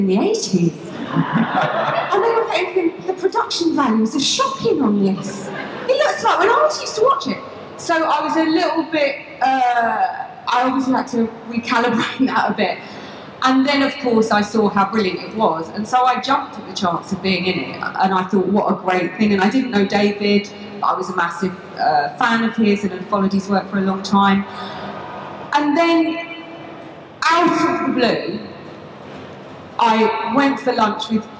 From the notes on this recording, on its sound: from the MCM expo in London, May 2017